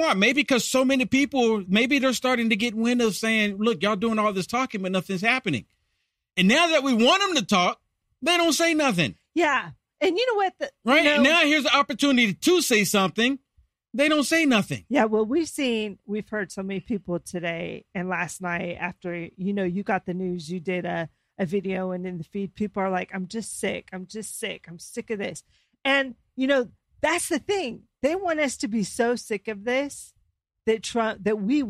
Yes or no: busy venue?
no